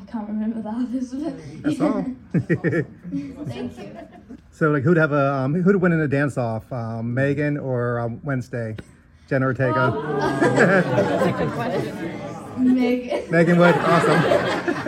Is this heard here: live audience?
yes